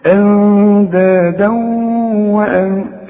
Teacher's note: بنقول التنوين اللي بعد واو بيحصل إدغام، يبقى إدغام بغنة. شوف أندادا وأن، شوف أندادا، شوف اوعى تنسى الغنة، والغنة بمقدار حركتين.